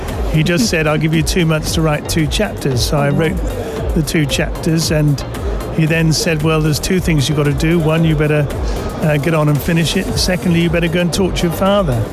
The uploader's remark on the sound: Live from SIBF 2023